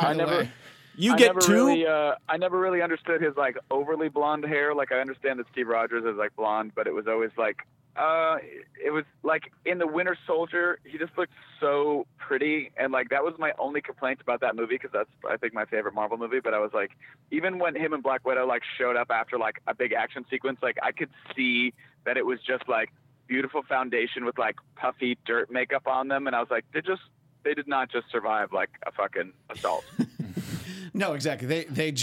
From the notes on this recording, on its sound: Are in studio. Via the telephone.